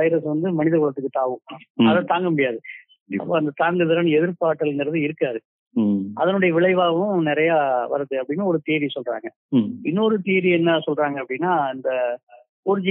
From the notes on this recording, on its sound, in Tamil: ஓர் தொலைபேசி நேர்காணல். ஒரு தொலைபேசி நேர்காணல்.